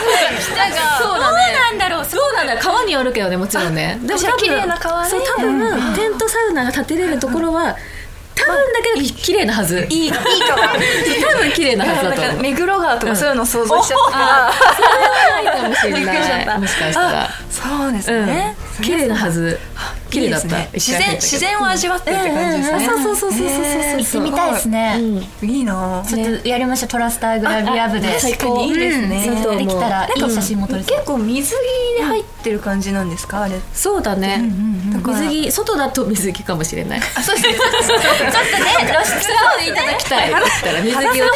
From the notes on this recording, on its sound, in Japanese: 約1年ぶりの公開収録です